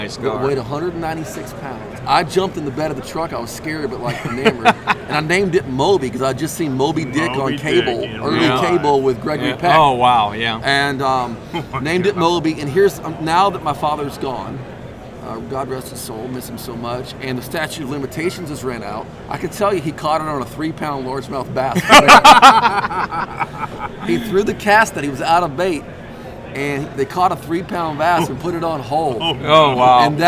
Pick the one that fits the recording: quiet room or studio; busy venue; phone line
busy venue